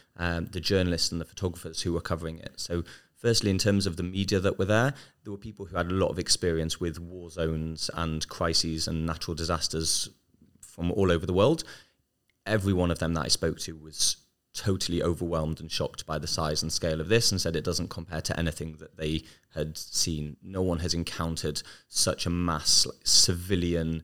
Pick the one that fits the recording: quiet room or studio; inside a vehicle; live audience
quiet room or studio